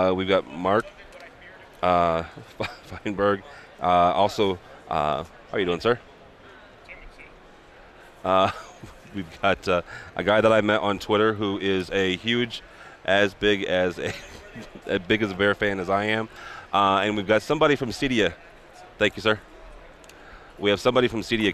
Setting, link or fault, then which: setting, busy venue